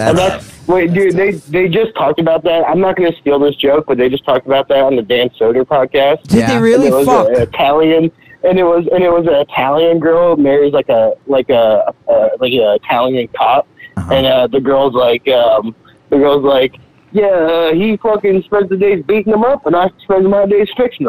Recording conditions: phone line